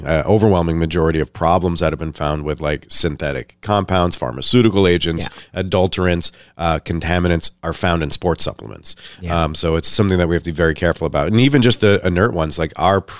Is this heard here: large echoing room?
no